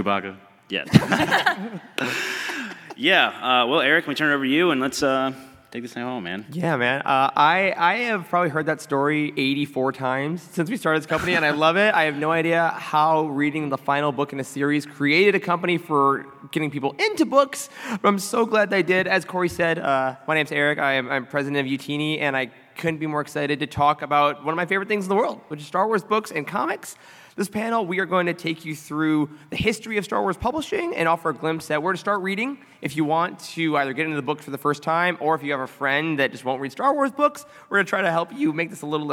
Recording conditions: live audience